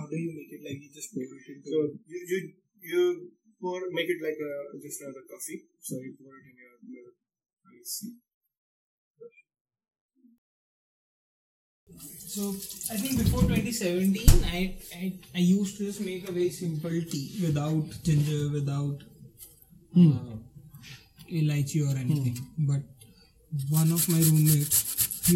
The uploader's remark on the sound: I apologize for the background noise, I will record better audio next time.